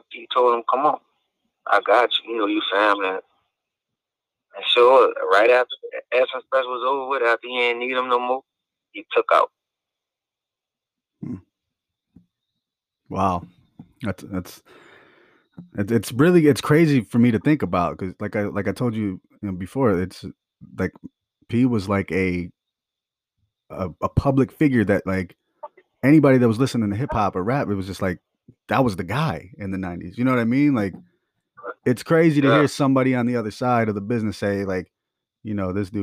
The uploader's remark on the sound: calls into the show